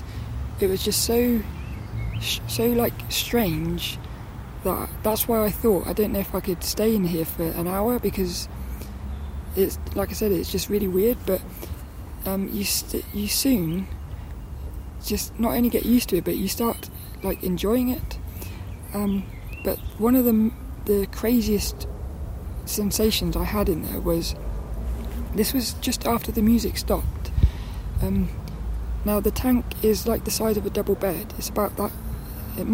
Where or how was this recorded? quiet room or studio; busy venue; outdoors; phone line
outdoors